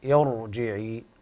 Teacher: بارك الله فيك، قراءة طيبة وأداء متميز، لكن انتبه إلى تفخيم الراء في قوله تعالى يرجعي، الراء هنا مفخمة لأن الكسر قبلها عارض